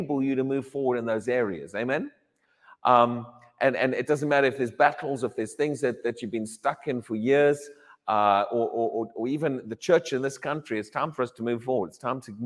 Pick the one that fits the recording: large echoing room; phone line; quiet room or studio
large echoing room